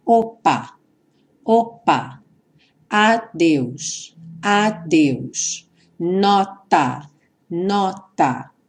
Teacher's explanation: no P do opa, no D do adeus e no T do nota, há uma interrupção breve do som. · Term: consoantes oclusivas